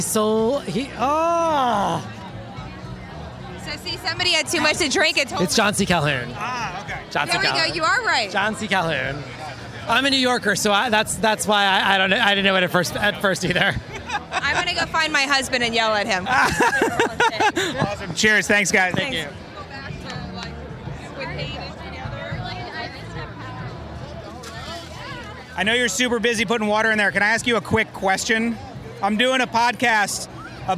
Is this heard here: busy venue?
yes